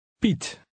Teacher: The Dutch vowel combination IE sounds somewhat like the long E in feet, but it's shorter and clipped